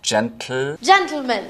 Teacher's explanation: That's exploding the T sound straight into the L sound and is difficult for a lot of people. · Term: lateral plosion